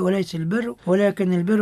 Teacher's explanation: الراء هنا حكمها التفخيم لأنها متحركة بالضم